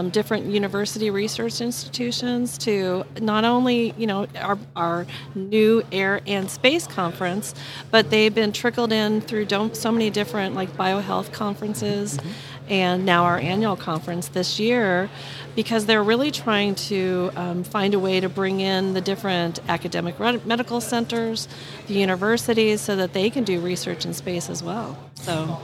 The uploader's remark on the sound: The interview was conducted during Day 3 of the Association of University Research Parks 2022 International Conference held in Toronto